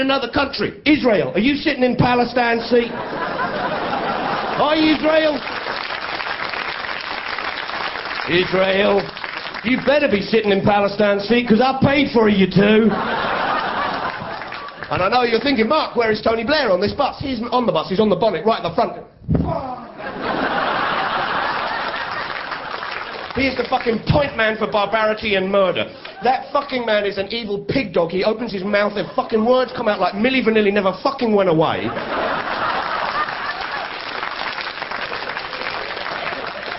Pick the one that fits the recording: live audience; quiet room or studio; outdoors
live audience